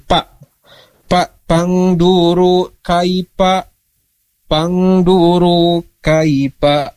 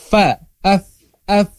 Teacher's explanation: gigi seri atas dengan bibir bawah · Shown in: second take · Term: huruf fa